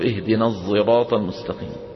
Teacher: صوت بين حرفين، يتردد بين مخرجين، بين حرفين، ما هما؟ الصاد والزاي · Term: صاد مشمة زايا